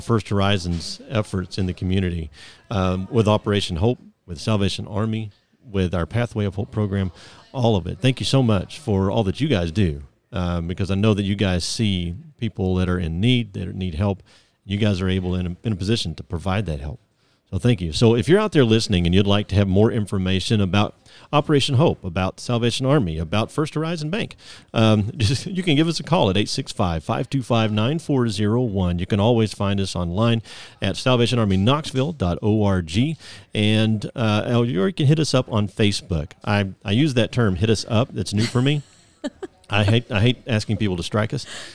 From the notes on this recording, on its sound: This episode is recorded live at the First Horizon Bank of Alcoa, TN.